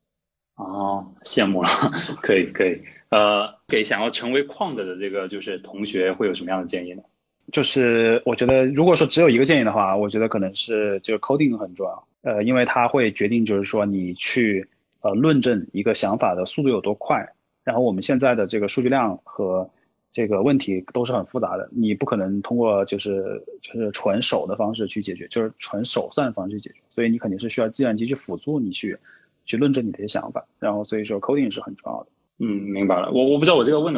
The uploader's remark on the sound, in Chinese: 在 ClubHouse 上做的 Live 录制，期间也有听众们参与提问